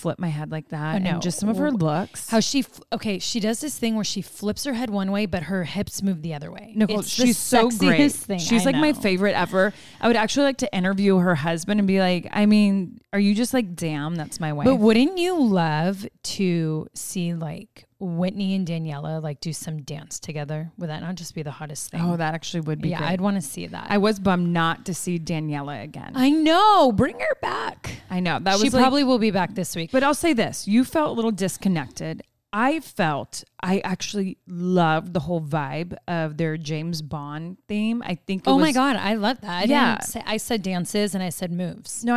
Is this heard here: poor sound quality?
no